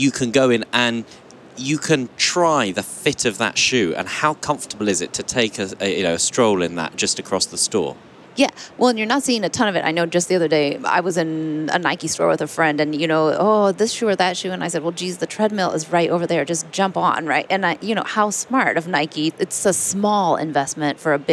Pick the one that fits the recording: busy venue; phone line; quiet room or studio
busy venue